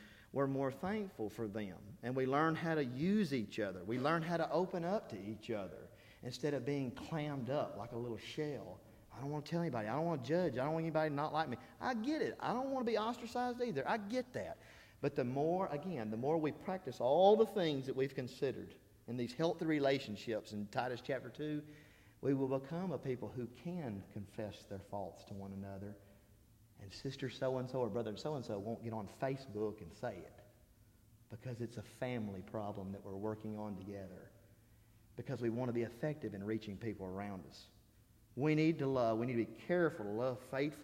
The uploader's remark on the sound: This is the Wednesday Sermon I preached during the Spiritual Revival I conducted at Harrisburg church of Christ.